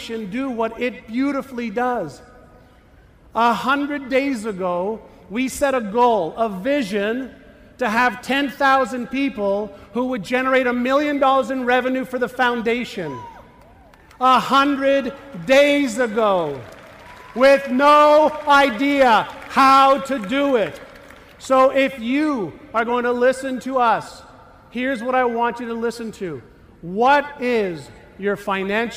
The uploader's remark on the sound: talk at The Secret to Your Best Year Ever conference in San Diego, put on by the Jenna Druck Foundation